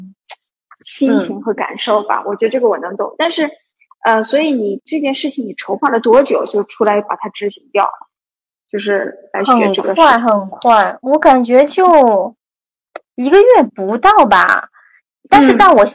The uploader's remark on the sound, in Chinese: 采访了远在英国的一位“传奇”女子，所以环境里会有点杂音和回声。